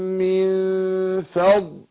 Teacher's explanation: اخفاء النون عند الفاء مع الغنة حركتين